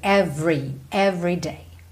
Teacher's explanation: Every day, aqui não tem jeito, o R é enrolado mesmo. O E Do meio ali de every não é pronunciado, tá? Every, pensa VR, every, every day.